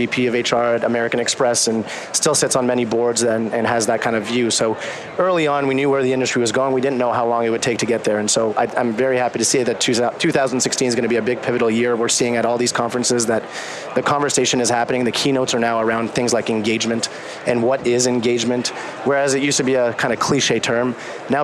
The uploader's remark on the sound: LIVE from Las Vegas, at #HRTechConf